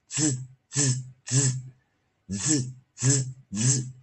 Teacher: d 配上 s 的时候，我们会念出一个二合辅音，念 z